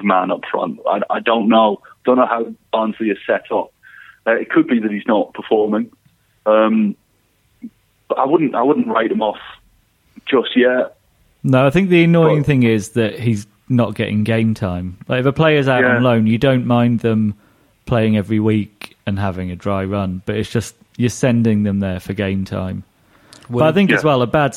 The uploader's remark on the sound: on the phone